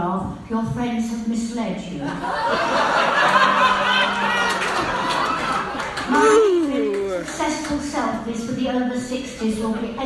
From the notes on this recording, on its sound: Recorded live at Heaven Nightclub in London. A lot of raucous audience participation at the legendary venue.